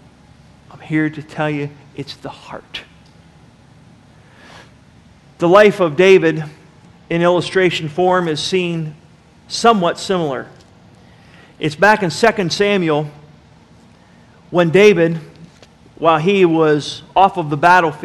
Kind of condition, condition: setting, large echoing room